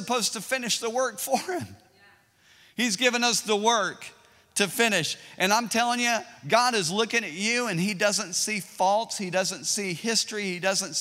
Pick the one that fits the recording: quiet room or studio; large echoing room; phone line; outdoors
large echoing room